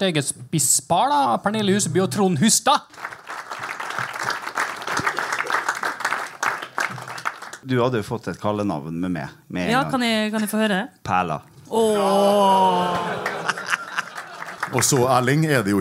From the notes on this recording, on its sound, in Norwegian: RB-sporten LIVE på Molde Fjordhotell. RB-sporten var live på Molde Fjordhotell under MFKs kickoff.